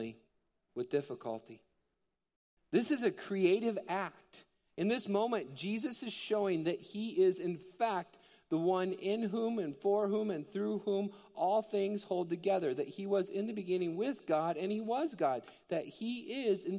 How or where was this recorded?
large echoing room